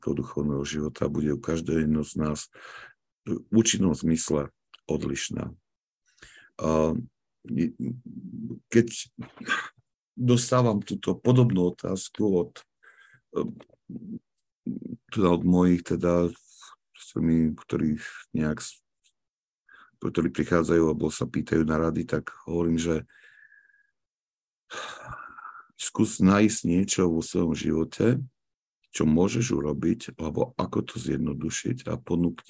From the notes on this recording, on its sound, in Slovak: pravidelné online stretnutia prostredníctvom ZOOM